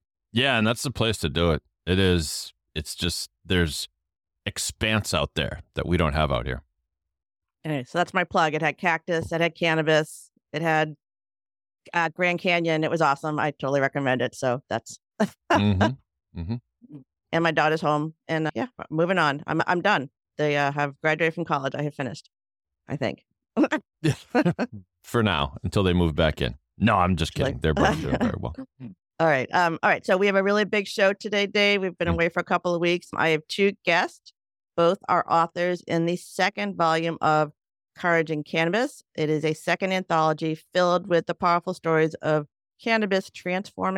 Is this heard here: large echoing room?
no